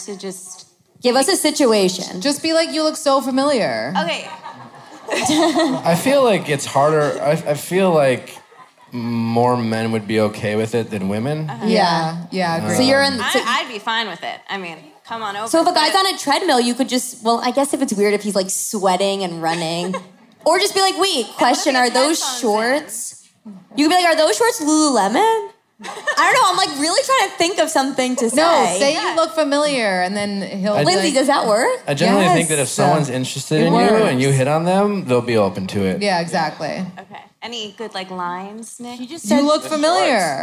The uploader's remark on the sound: Live Podcast at Bowery Ballroom.